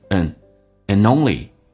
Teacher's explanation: ND 组合用前面的 N 进行连音，叫 N 说成 and only，就是说 only 的 li 是一个长元音，不要读错了。